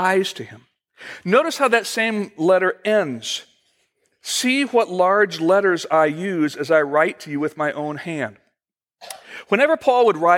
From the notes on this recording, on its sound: Originally recorded June 21, 2015, at Fellowship Missionary Church, Fort Wayne, IN.